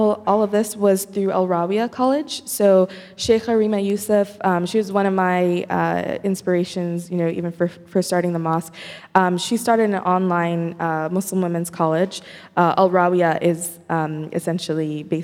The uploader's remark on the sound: Q&A Discussion Circle w/the Imam. Takes questions from the congregation. Congregants have an engaging conversation.